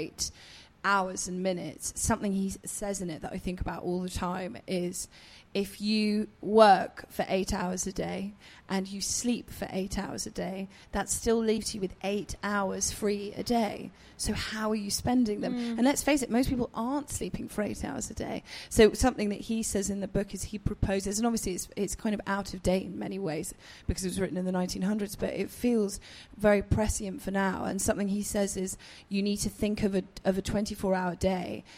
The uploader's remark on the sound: We’re live from Pandora jewellery’s flagship store in London